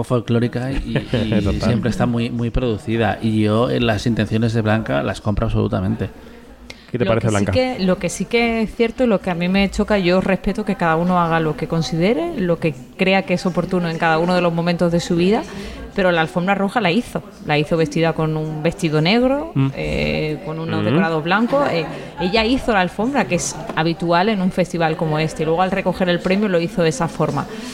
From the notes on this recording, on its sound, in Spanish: Kinótico en Onda Cero. Programa especial desde el Festival de Málaga 2023.